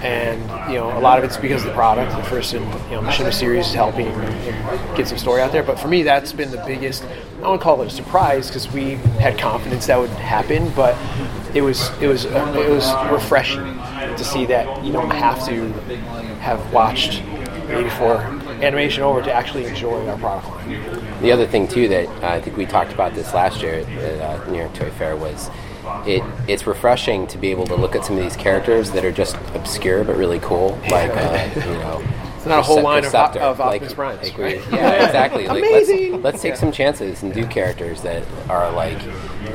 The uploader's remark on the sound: Audio from the Hasbro Q&#38;A which occurred after the product presentation Saturday. Transformers Design Team Q&A from Toy Fair 2017. Audio from the Hasbro Q&A which occurred after the product presentation Saturday.